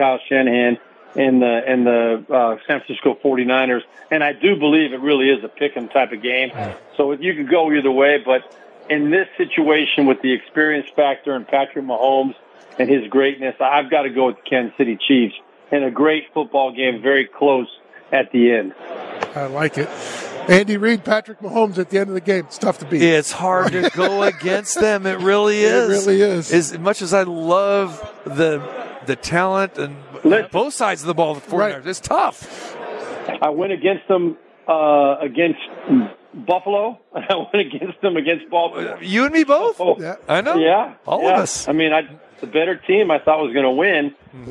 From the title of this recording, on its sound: Live from Radio Row Super Bowl 58